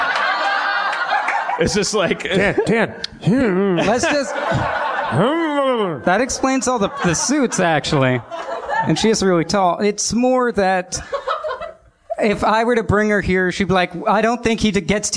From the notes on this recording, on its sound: Note: the audience was not mic'd this episode.